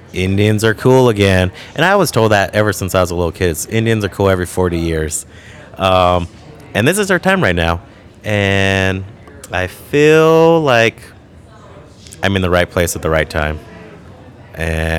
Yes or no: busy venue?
yes